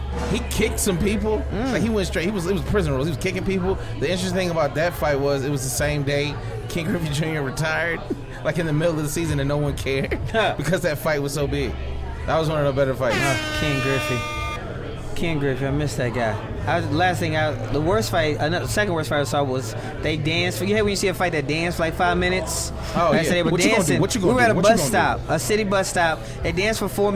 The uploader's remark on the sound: This Special Edition was live from the Gwinnett Braves Ballpark